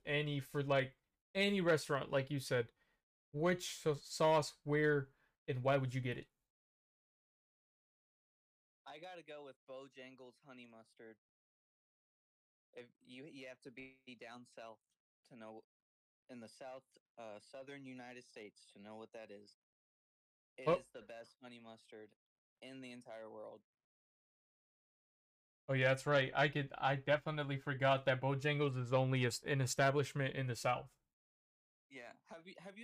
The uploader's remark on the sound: The audio quality fell short this ep